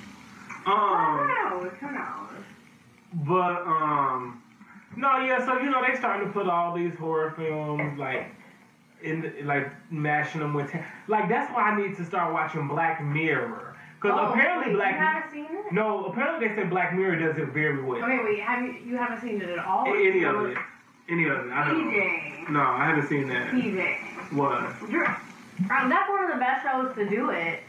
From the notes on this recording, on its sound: AUDIO MAY SOUND DIFFERENT ON THIS EPISODE.